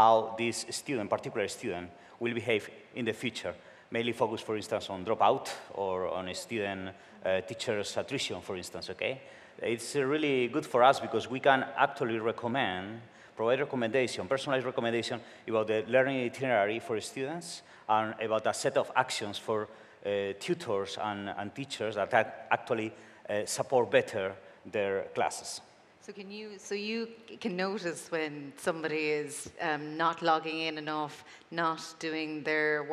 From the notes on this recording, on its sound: Recorded at World Summit AI, Amsterdam, 2019